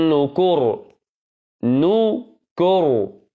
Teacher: فخمنا الراء، لماذا؟ لأن الذي قبلها مضموم